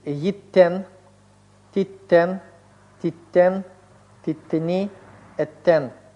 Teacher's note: Как первое, так и третье «нун» у глагола «натан» ассимилируется с согласными суффиксов и приставок. Смотрите, «натан» – давать будет «йиттен», «титтен», «титтен», «титтени», «эттен».